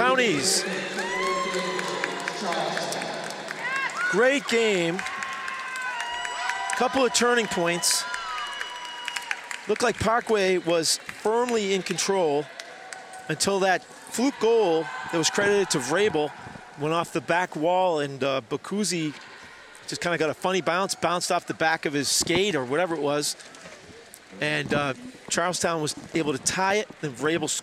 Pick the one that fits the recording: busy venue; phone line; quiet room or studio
busy venue